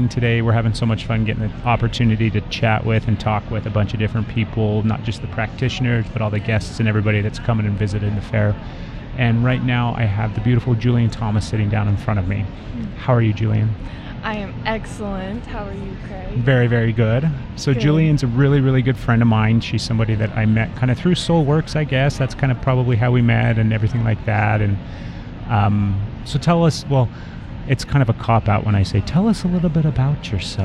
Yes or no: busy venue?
yes